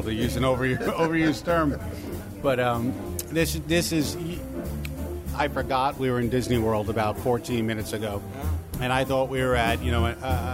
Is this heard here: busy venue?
yes